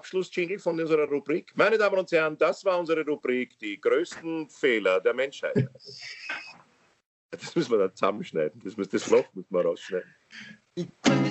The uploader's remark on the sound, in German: Aufzeichnung einer ZOOM Session vom Montag, 18.